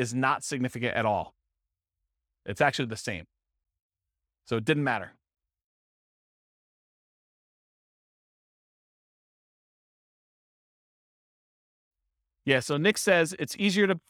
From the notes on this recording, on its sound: This was a live class recorded